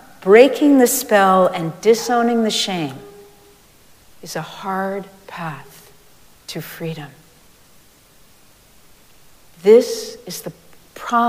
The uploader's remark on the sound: Recorded live at Arlington Street Church.